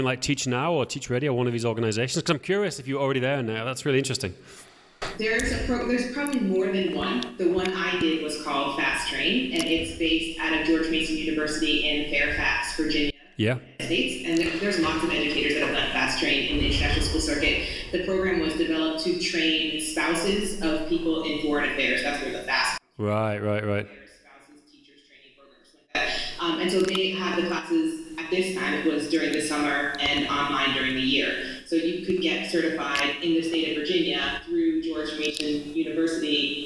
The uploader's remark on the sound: Sorry for the audio quality on this one, I had some problems recording and we cleaned it up as best we could.